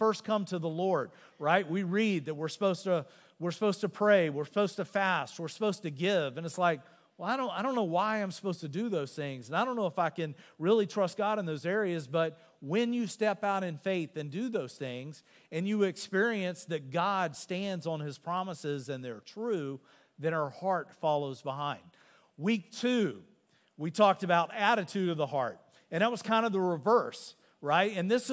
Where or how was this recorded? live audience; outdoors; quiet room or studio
live audience